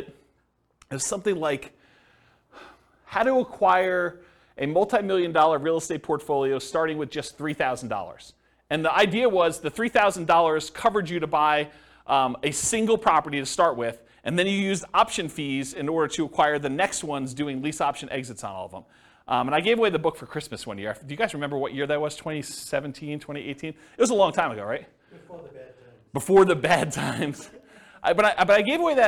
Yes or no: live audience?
yes